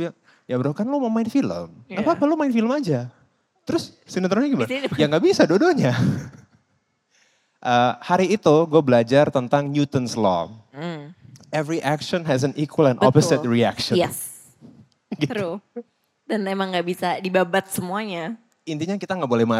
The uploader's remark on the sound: Special Live On Stage. Kali ini, Ngobrol Sore Semaunya Live on Stage balik lagi!